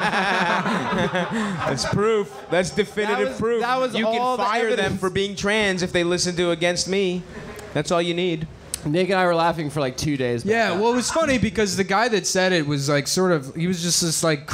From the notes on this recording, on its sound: Live at Skankfest Live Show